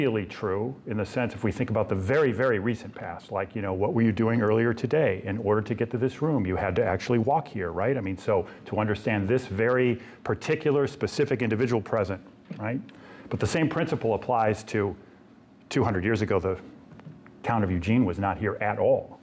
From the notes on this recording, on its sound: This lecture was given on October 19th, 2023, at the University of Oregon.